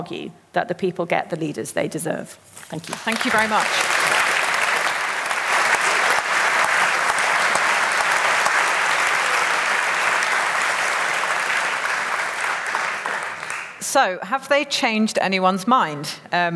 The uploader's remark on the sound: Recorded live at the Cambridge Literary Festival.